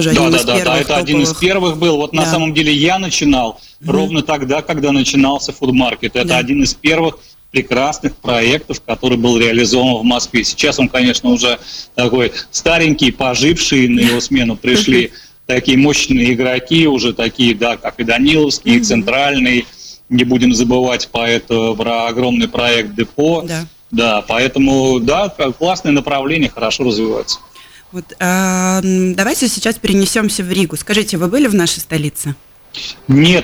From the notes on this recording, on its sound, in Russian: В эфире программы «Открытая Кухня» созваниваемся. Из Москвы.